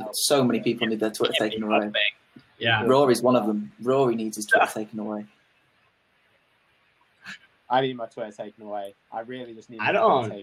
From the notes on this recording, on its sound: We speak about pretty much everything under the sun whilst managing with some audio issues.